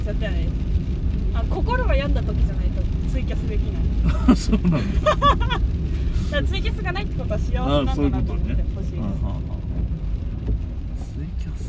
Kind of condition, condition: setting, inside a vehicle